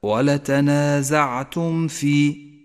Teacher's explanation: ولتنازعتم في، الميم الساكنة وبعدها حرف الفاء، تكون الميم أشد إظهارا إذا جاء بعدها حرف الفاء، تظهر من غير غنة أو تشديد · Term: الإظهار الشفوي